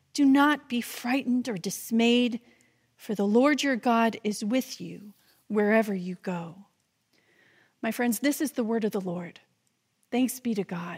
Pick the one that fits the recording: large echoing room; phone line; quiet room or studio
large echoing room